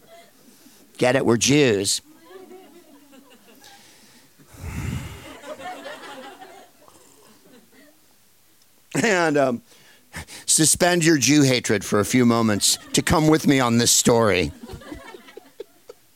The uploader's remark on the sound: Live from Shakespeare and Company in Paris